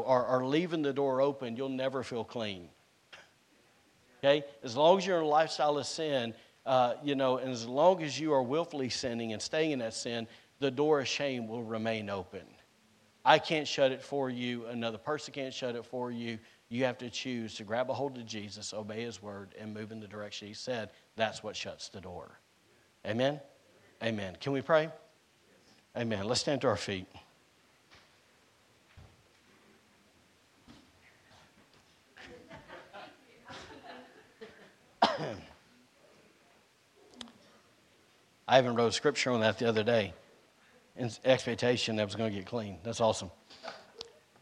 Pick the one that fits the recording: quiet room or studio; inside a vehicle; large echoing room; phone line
large echoing room